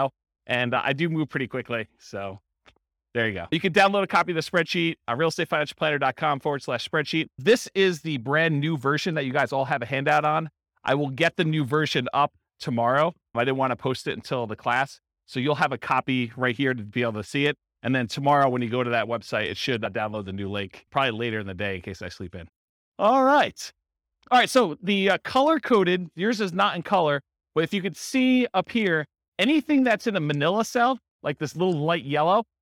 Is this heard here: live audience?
yes